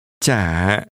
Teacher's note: Pay is pronounced with a falling, rising tone.